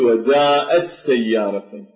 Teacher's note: في قوله تعالى وجاءت سيارة، فهنا التاء لا ينطق بها، وجاءت سيارة، لا نقول وجاءت سيارة، بالقراءة القرآنية نقول وجاءت سيارة، فننتقل من الهمزة إلى السين ونشدد السين وننطق بها رأسا · Term: إدغام